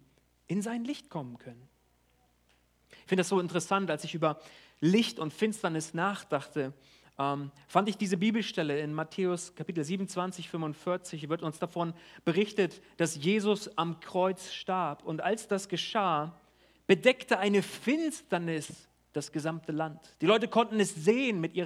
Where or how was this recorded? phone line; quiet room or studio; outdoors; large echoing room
large echoing room